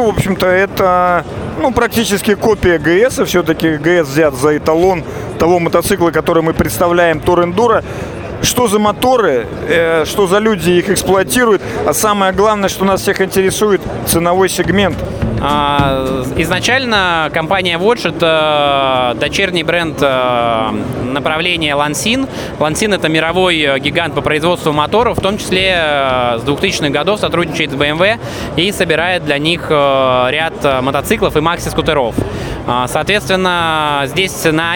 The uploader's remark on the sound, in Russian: Выставка "Поехали 2022". Записано в мобильной студии радиостанции. В Экспоцентре на Красной Пресне (Москва).